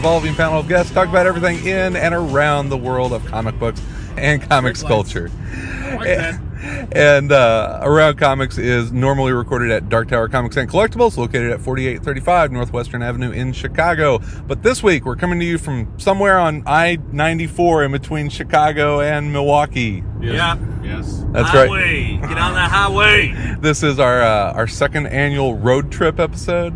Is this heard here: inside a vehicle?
yes